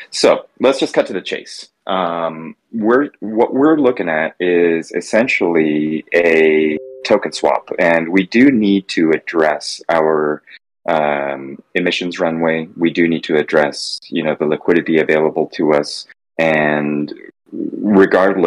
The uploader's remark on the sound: Weekly voice chat with the yAxis Project team. This is a recording of our weekly Discord event.